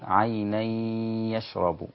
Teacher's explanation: عند حفص لا بد من الإدغام مع الغنة فنقول عيني يشرب، هذه هي الغنة.